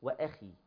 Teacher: الخاء أدنى المراتب تفخم تفخيما نسبيا